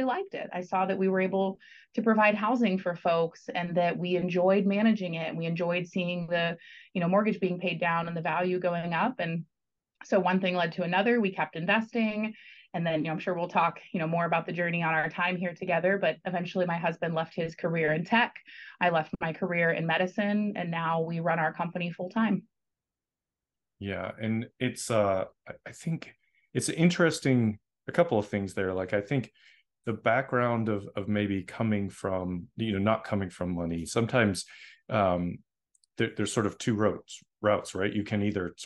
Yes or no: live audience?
no